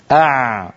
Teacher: منطقة لسان المزمار هذه يخرج منها حرفان هما العين والحاء